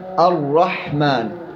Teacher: تخرج الراء من طرف اللسان بعيد مخرج النون، مائله الى ظهر اللسان قليلا، مائلة إلى ظهر اللسان قليلا، مع ما يليه من لثة الأسنان العليا.